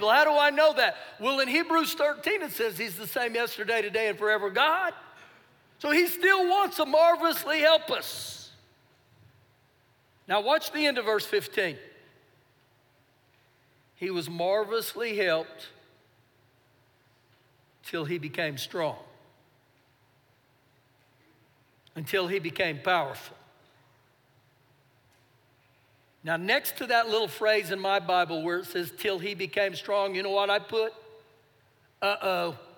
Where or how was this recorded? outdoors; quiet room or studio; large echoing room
large echoing room